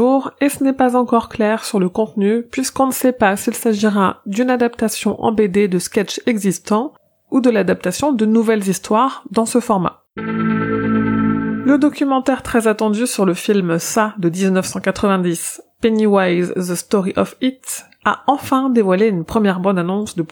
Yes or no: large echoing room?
no